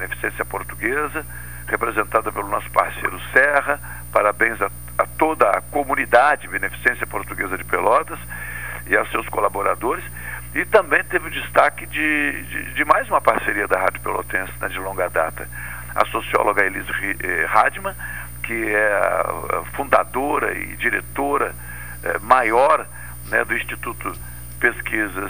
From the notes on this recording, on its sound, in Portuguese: Por telefone